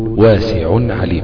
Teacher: التنوين أتى بعد حرف العين، إذن ثم إظهار للتنوين . ما ينفعش أقول واسع عليم، قل واسع عليم بهذه الطريقة